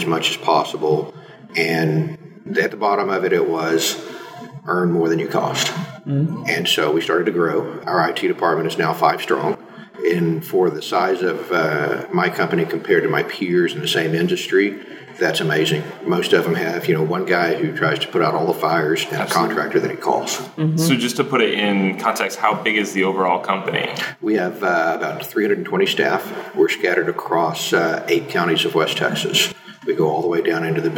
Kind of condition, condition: fault, echo